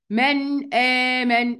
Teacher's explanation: هنطق النون كاملة كاملة، مش هخفيها ولا هوديها ولا أي حاجة، كاملة · Term: هنظهر النون